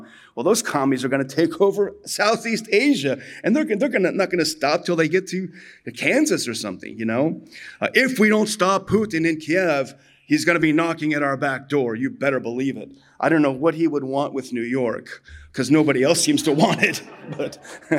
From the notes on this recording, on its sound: addresses this year's Houston Conference